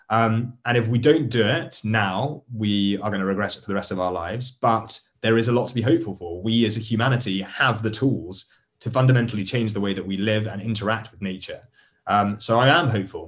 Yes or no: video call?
yes